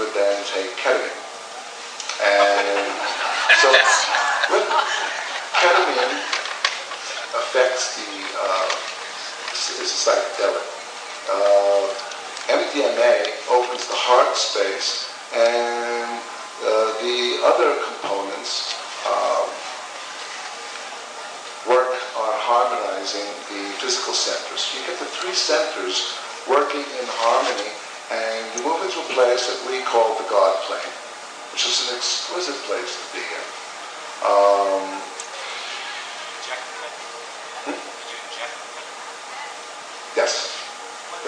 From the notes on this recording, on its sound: Palenque Norte lecture at Burning Man